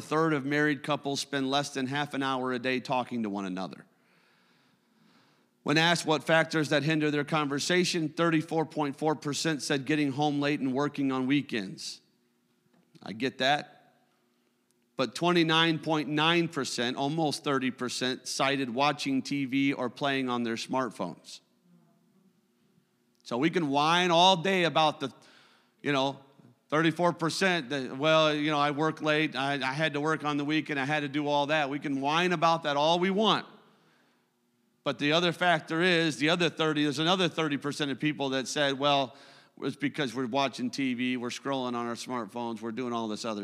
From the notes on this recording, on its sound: a service recording from Connect Point UPC